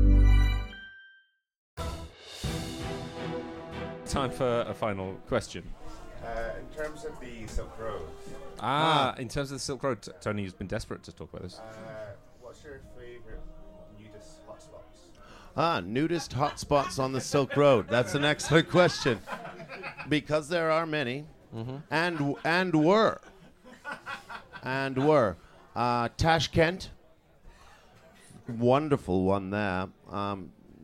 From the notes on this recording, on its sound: In the second episode to be recorded at the Edinburgh Festival Fringe, we take questions from the floor.